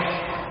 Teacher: فالعين والحاء من مخرج واحد، الحاء رخوي كامل